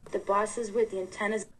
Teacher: this person is saying the word bus the way they say boss · Term: rotation of vowels